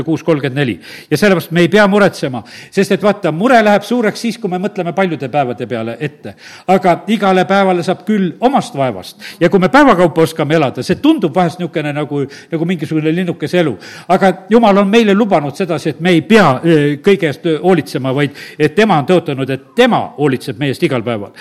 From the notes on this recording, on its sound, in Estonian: Audio salvestus koosolekult